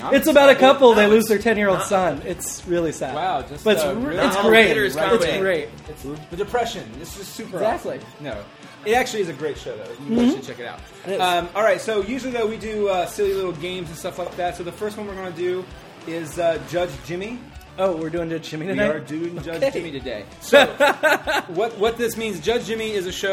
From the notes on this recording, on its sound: This episode was recorded in front of a live studio audience as a warm-up for It’s All Been Done Radio Hour.